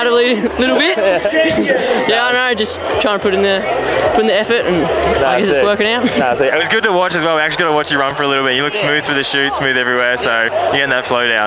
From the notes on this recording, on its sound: This episode is a compilation of a bunch of the interviews and chats I had with the Pro's and otherwise at Thredbo during the Cannonball Festival/National Champs!